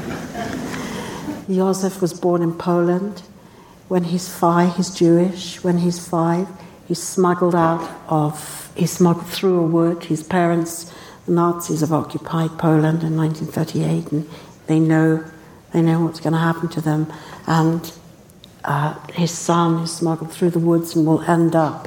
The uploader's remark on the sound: Recorded at the Lensic Theater in Santa Fe, New Mexico.